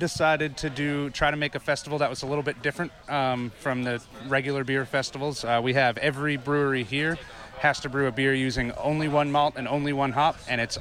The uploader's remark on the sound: Runs to as many brewers as he can, while staying dry at the 2nd Annual Florida SMaSH Beer Festival brought to you by our friends at Hourglass Brewing.